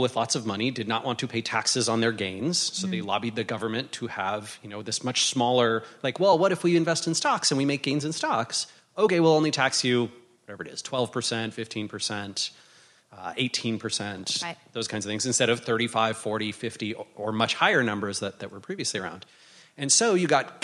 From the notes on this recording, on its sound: In this live recording from INBOUND 2018.